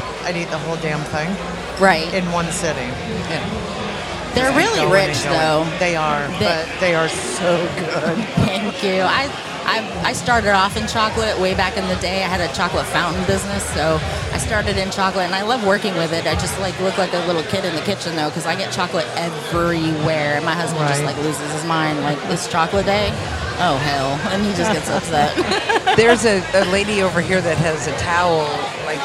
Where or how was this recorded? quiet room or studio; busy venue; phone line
busy venue